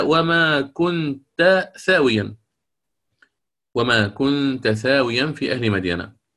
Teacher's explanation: يقرأه الإمام السوسي هنا بالإظهار كالجمهور دون إدغام